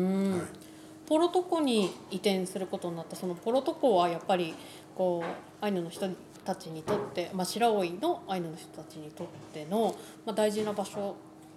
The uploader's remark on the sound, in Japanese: 白老町のコミュニティセンターの1階にあるカフェ「ピラサレ」で収録しています。